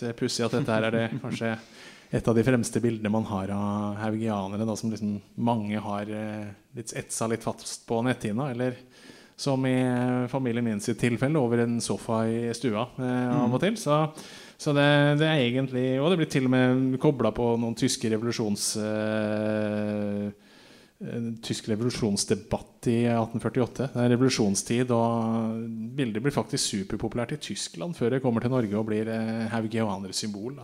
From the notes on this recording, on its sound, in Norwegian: Innspillingen ble gjort «live» ved Hans Nielsen Hauges barndomshjem på Rolvsøy i Fredrikstad.